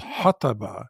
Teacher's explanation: There's another word, though, that actually corresponds as a cognate with the Semitic H, the heavy H at the back of your throat